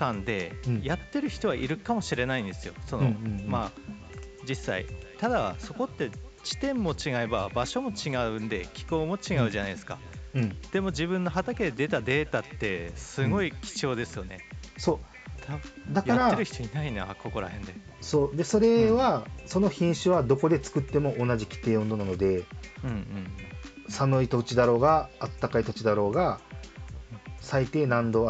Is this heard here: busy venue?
no